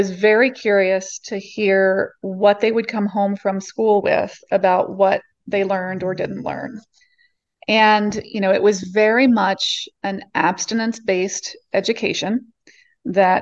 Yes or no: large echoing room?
no